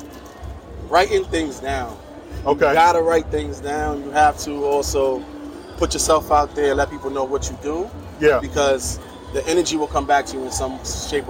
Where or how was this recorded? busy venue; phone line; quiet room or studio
busy venue